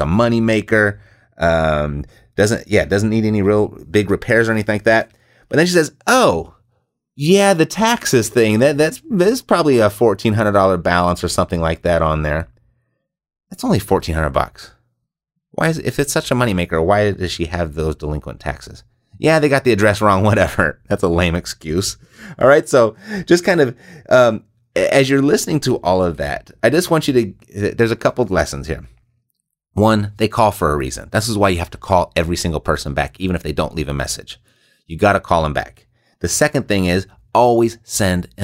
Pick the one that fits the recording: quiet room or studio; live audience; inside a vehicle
quiet room or studio